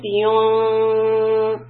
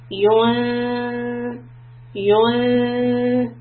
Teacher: It's like a humming sound without being the noon being clear. So this is called ikhfa.